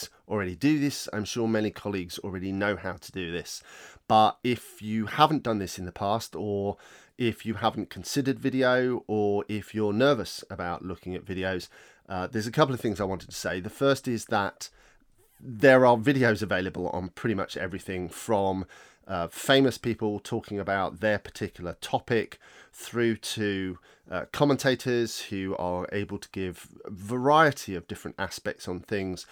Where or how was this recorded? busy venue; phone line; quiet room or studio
quiet room or studio